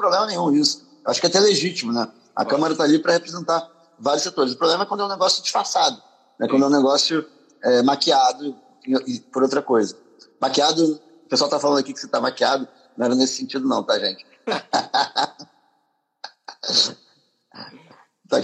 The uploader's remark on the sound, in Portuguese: Live no Instagram